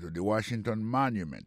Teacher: le mot Washington, accent tombé sur le premier syllabe là. Pour le mot monument, il tombe sur le premier syllabe là.